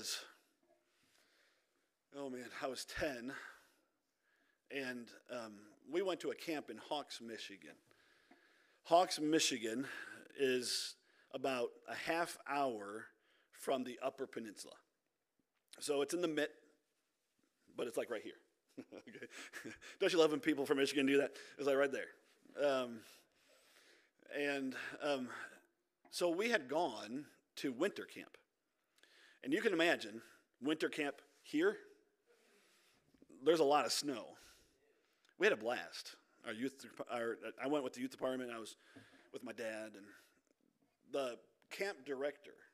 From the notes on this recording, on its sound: This audio is from our Wednesday Night Service.